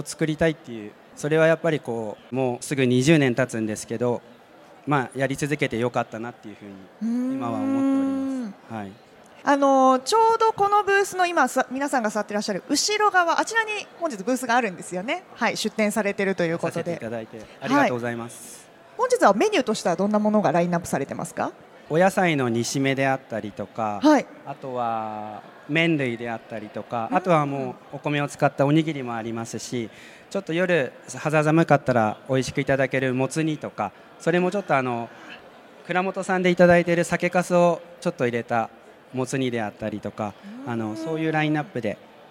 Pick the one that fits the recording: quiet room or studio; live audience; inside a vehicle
live audience